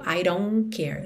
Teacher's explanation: E o T de don't a gente não escuta nada